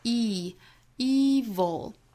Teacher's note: evil 第一个音是紧音，所以发的时候呢，我们注意嘴角裂开，发成口腔肌肉紧张的 evil